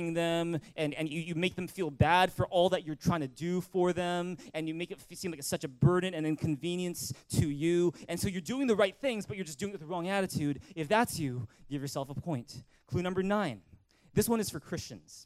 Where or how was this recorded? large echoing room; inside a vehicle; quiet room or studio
large echoing room